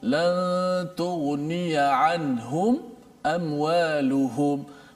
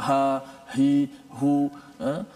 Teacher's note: huruf ha itu keluarnya daripada mana daripada pangkal halkum kita ha, maka huruf ha kedudukan itu berada di di pangkal halkum maknanya kita dah kenal sebelum ni mungkin kita dah boleh sebut huruf ha huruf ha hi hu ha?